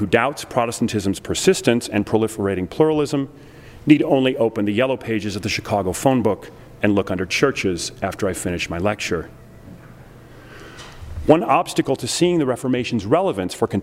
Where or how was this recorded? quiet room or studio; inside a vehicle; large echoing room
large echoing room